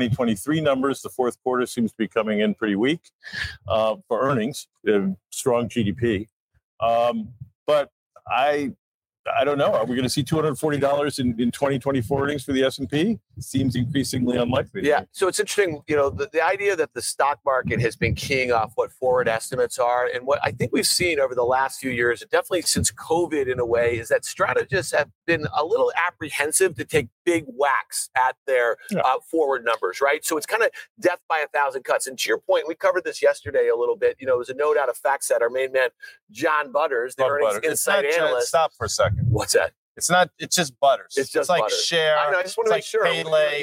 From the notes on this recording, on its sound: LIVE from Miami for iConnections Global Alts '24